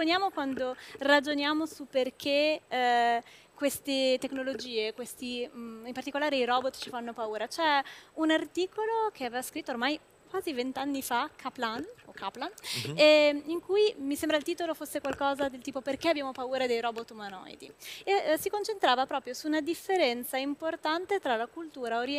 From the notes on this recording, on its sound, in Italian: Al Web Marketing Festival ho cogitato